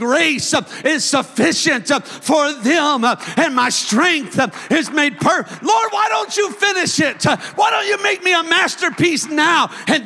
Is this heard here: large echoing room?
yes